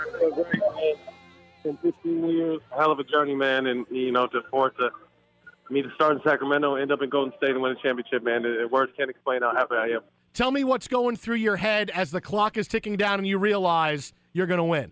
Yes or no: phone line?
yes